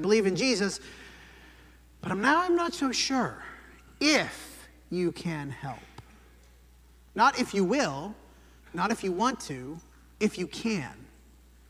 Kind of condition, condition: setting, large echoing room